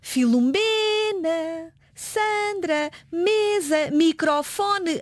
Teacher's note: O seu acento tónico está na penúltima sílaba. · Term: palavra grave